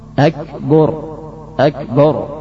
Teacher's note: Yang ke-14 mendomahkan ba, akbar, akbar